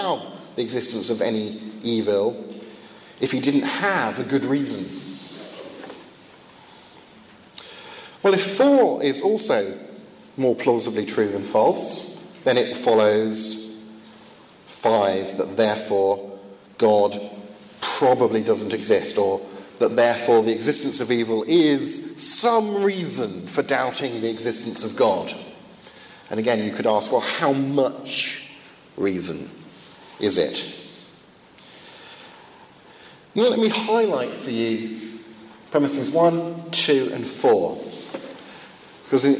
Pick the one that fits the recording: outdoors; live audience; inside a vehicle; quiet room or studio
live audience